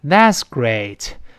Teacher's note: 这个语气不同呢，含义就不一样了，这是反话，声调是往下降的，沮丧嘛